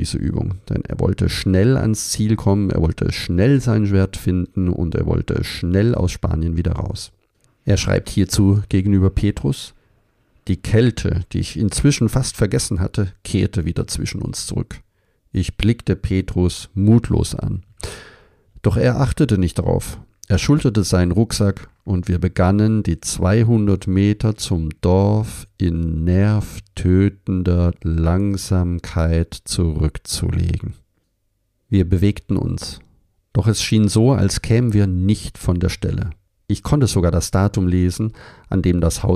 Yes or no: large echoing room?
no